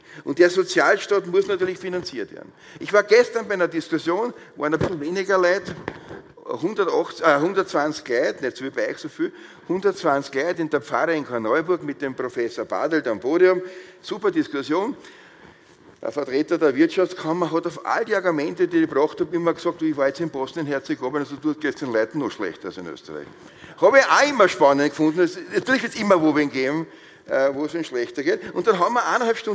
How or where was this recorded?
live audience